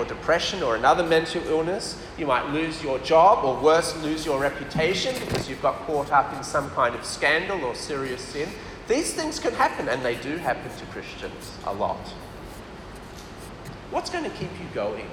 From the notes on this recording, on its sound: This talk was delivered for USM PKA CF Camp on 28th February 2023.